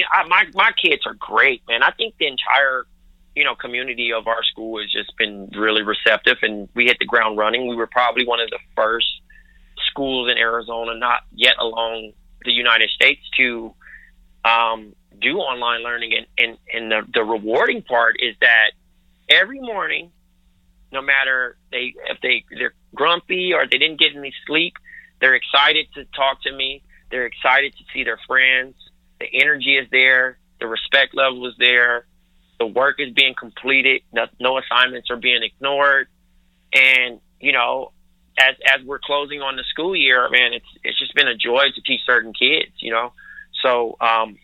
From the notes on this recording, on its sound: We make calls from our Upper West Side apartment to LA. We then phone Brooklyn.